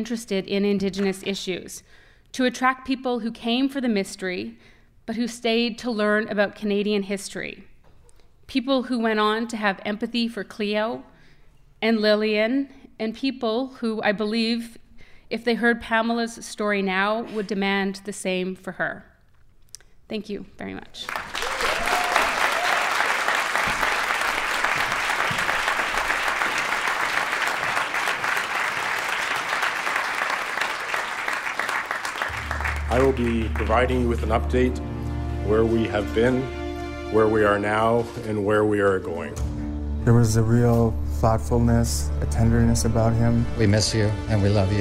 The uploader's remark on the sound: As they share never-before-told stories from their podcasts in front of a live audience at the Hot Docs Podcast Festival.